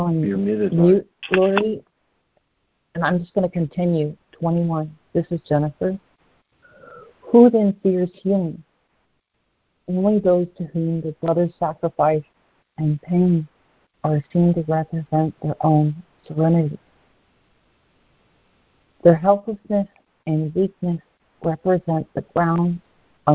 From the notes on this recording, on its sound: ACIM Daily Conference Call.